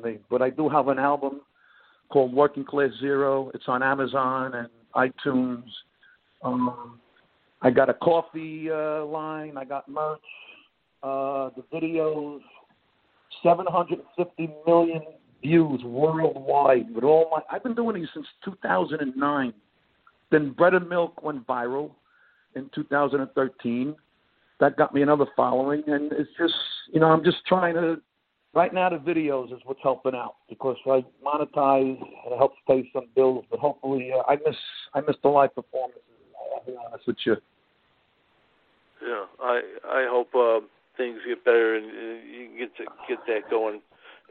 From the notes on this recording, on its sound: Called in for a talk.